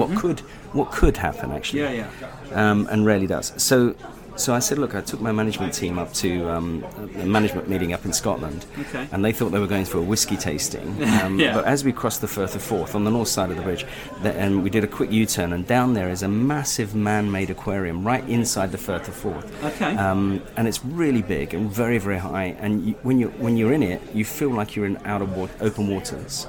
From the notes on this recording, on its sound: In this live interview at "The Arts Club" Dover Street